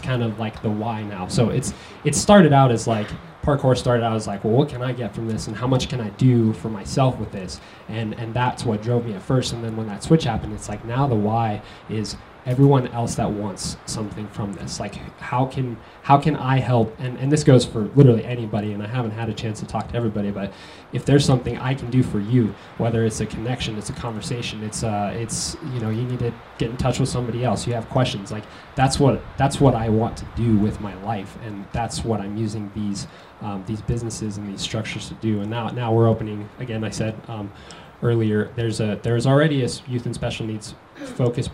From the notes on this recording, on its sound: JumpFEST 2018 Panel Discussion. A panel discussion from the parkour event JumpFEST 2018.